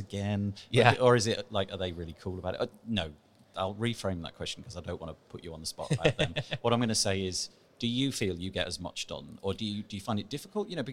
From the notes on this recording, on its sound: WordCamp Europe Live interview. This is the second of our live WordCamp Europe 2019 interviews.